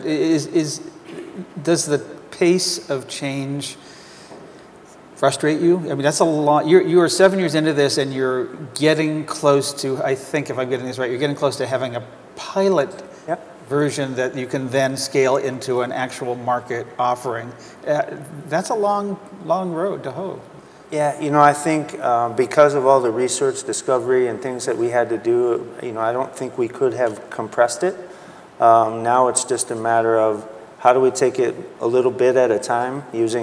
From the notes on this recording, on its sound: The best of live interviews from GreenBiz events.